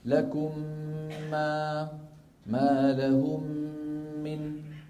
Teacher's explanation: تدغم الميم الساكنة إذا أتى بعدها حرف واحد وهو الميم مع تطويل الغنة أكمل ما تكون. نحو لكم ما لهم من، فهنا التقى ميمان يعني متماثلان. · Term: الإدغام